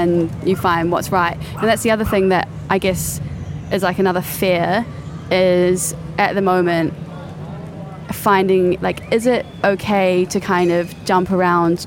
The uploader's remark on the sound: outdoor episode in soho